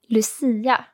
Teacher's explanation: you make quite an emphasis on the I there